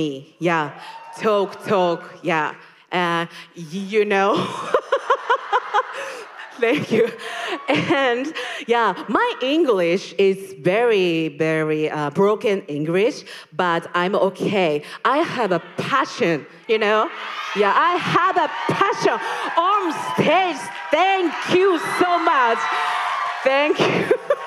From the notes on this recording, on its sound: LIVE! Snippets from NYC & ATL. Here are snippets from the New York and Atlanta shows! We loved meeting the fans in person!